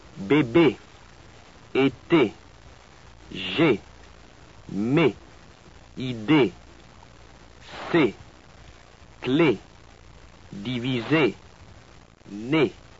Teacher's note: It's like English A in gate, but there's no gliding off into a diphthong. It's short and sharp.